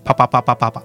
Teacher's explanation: パは一度閉じた唇を開けて発音します